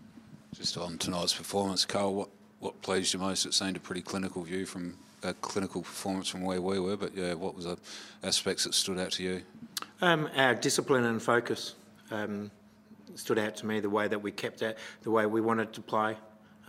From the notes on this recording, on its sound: Post-match press conference.